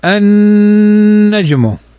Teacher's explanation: النون فوقها شدة فتغن بمقدار حركتين